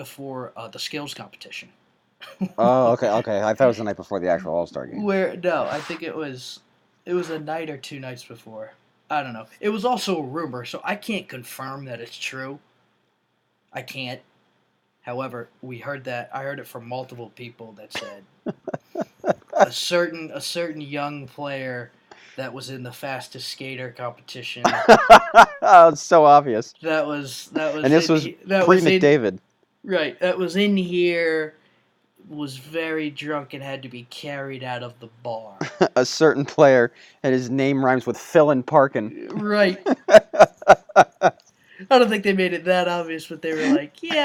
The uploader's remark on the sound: On a side note our audio is getting much better we all should have our mics next week.